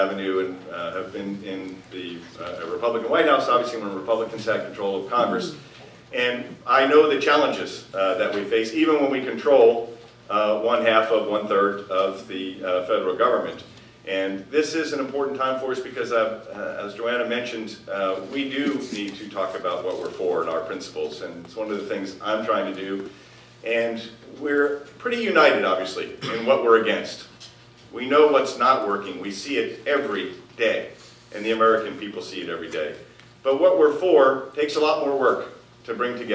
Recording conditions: live audience